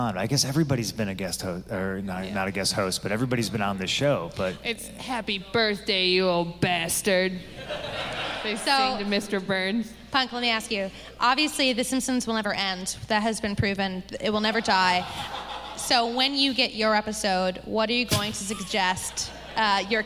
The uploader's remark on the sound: Live in Chicago. You're going to lose it when you hear this live episode.